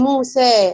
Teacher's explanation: يبقى أنا معايا مثلا هنا كلمة زي في او في عموم القراءات، اذا قرات موسى يبقى انا كده فتحت فتحه كامله موسى س فتحه س، وبعد ما فتحت السين الفتحه كامله ما حركتش اي حاجه في فمي